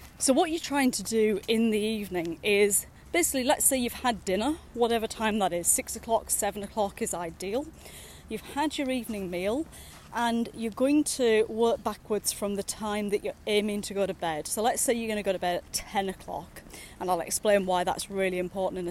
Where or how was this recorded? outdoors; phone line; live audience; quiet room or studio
outdoors